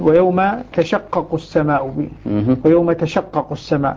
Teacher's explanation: سقطت التاء فخففت الشين · Term: بتخفيف الشين